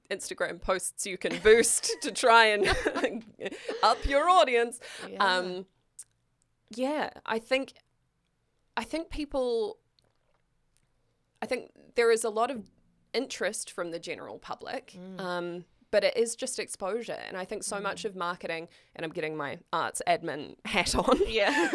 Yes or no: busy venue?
no